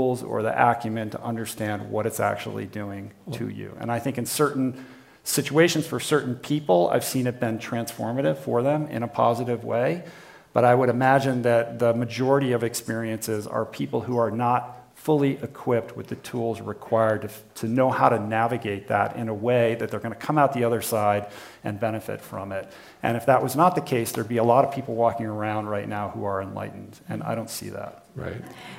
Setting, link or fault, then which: setting, busy venue